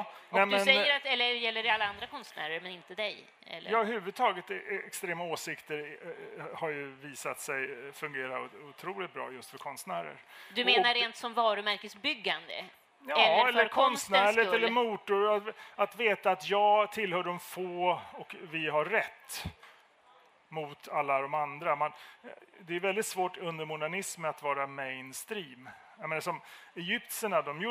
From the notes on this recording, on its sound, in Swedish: För första gången spelades Mellan Scylla och Charybdis in live inför publik, på Kulturhuset i Stockholm.